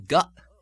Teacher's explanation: You'll find in Scottish the glottal stop even at the ends of words, as in got.